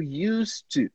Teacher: o used, que termina com um D, mas na verdade tem um som de T · Term: connected speech